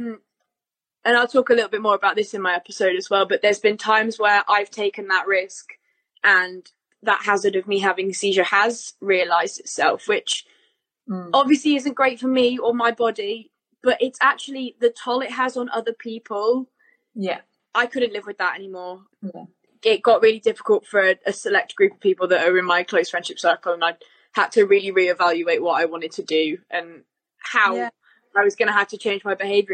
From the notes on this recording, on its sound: Instagram LIVE conversation